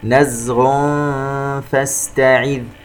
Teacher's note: تنوين وبعدها حرف الفاء إخفاء